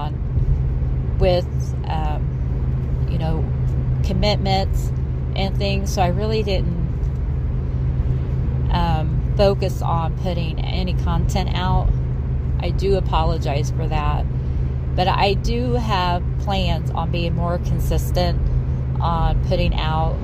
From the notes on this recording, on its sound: Please ignore the background noise I was driving home and decided to utilize my time alone.